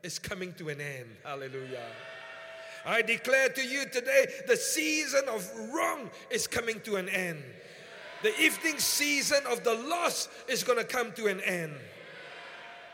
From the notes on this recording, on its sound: Preached at the Qodesh